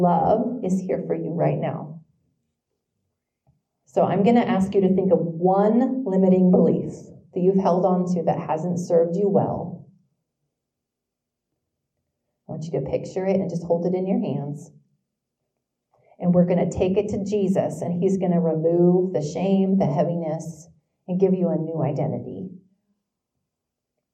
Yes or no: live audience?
yes